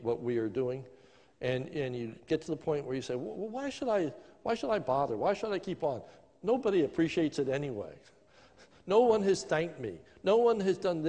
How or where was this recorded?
large echoing room